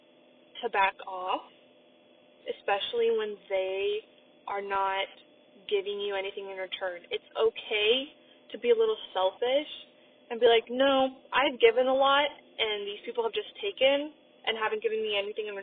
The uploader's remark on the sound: I also apologize for the audio quality.